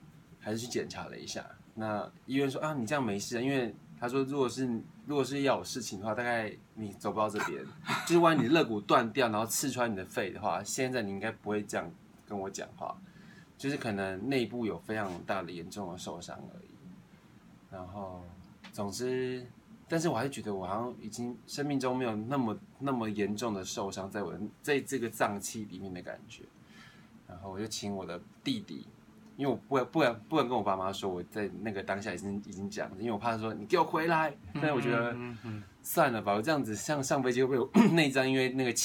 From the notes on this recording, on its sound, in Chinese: 錄製地點】「晃晃二手書店」